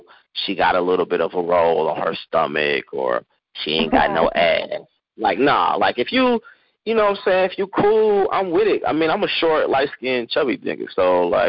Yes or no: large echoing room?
no